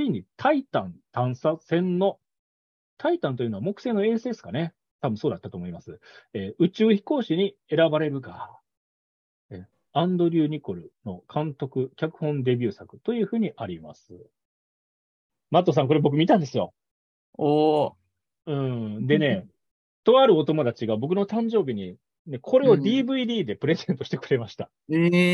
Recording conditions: video call